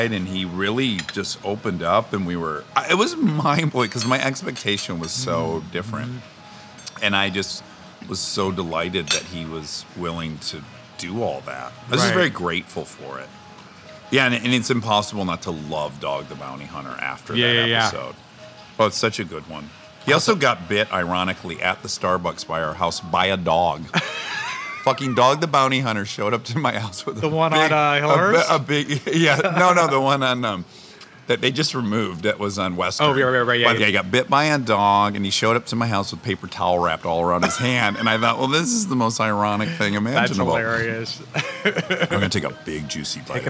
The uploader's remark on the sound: Over a burger and fries. This episode was recorded at Cara Restaurant at the Cara Hotel in Hollywood, CA.